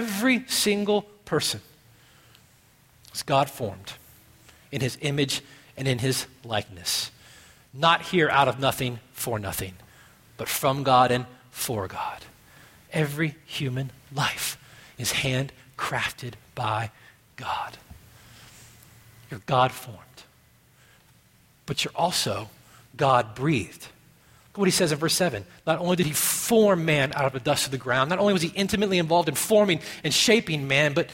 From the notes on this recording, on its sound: at Redemption Hill Church on Sunday, October 7th, 2012